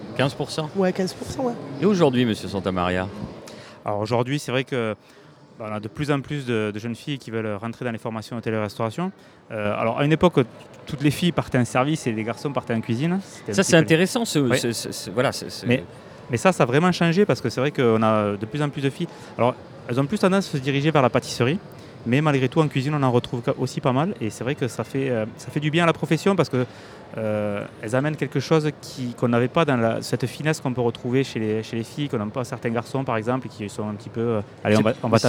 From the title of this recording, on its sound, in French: En direct du Smahrt 2024